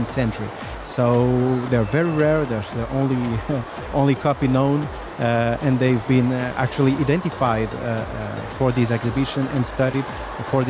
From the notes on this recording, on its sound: Live from SIBF 2023.